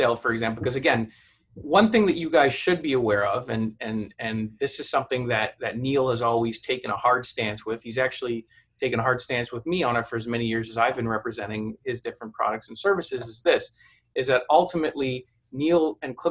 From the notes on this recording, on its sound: To speak with the Clips4Sale community via the live webinar from April 22, 2019 at 4:00pm EST.